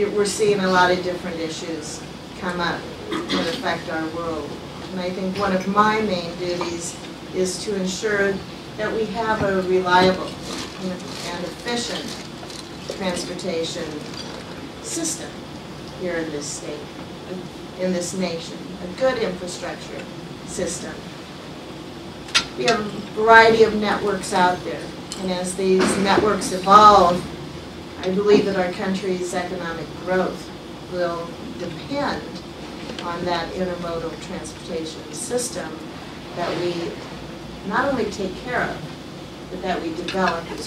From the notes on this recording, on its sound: WASHINGTON, DC. In a speech to a breakfast meeting of The Ripon Society.